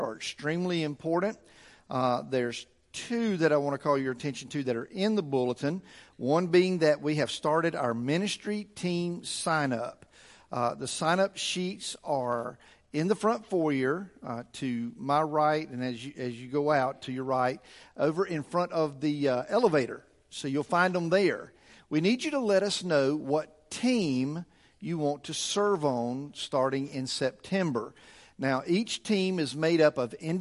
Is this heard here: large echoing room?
yes